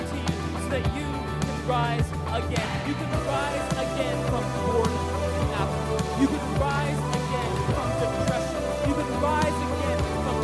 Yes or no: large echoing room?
yes